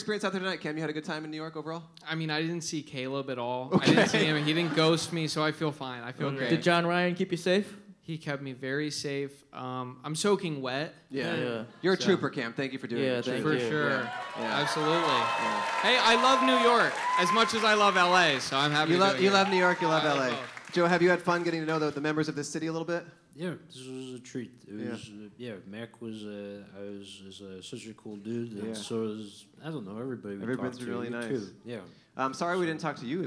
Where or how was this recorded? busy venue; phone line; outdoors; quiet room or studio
busy venue